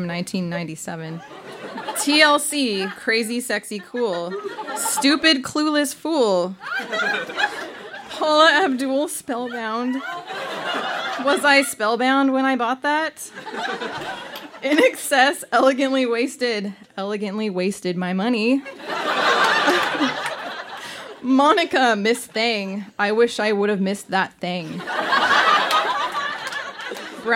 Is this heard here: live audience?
yes